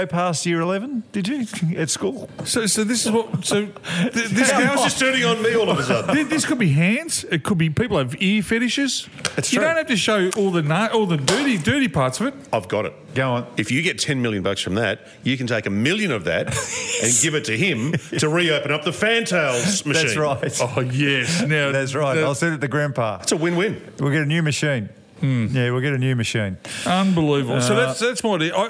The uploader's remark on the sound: Another fun show, today live from the Emerald Hotel - always great when we do the show from a pub. Couple of quiet beers, bit of a chinwag, how good.